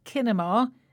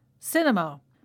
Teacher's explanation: we spell it with a letter C, but we pronounce it with a S sound · Shown in: second take · So we don't say kinema, it's cinema.